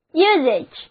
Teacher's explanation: U 字母还是发长音， S 发作浊辅音，A 字母发 E 的短音，usage。所以现代英语的惯用法就是 Modern EnglishUsage。